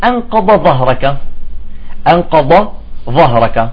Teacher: يجب أن تظهر الضاء تفصلها، لا يوجد إدغام بين الضاد والضاء تمام. مثال عم يقول أنقض ظهرك، أنقض ظهرك، ما تقول أنقض ظهرك، لا بتفسر الضاد عن الضاد.